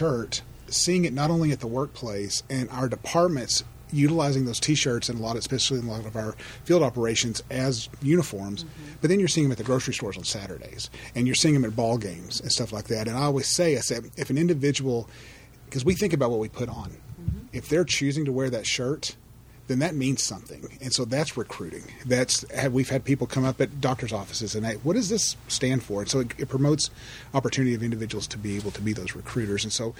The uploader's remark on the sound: In this special episode recorded during CareerArc's EMBARC conference.